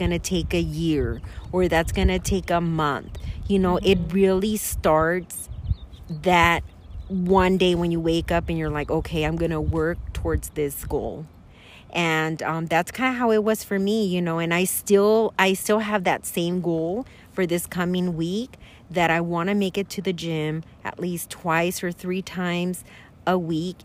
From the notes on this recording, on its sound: As we were enjoying the outdoors and fishing